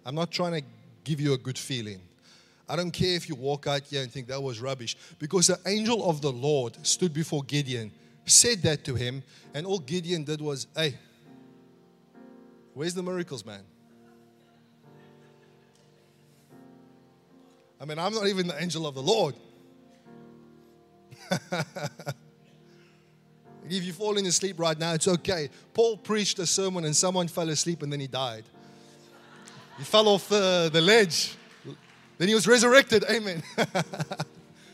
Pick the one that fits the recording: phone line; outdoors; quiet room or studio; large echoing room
large echoing room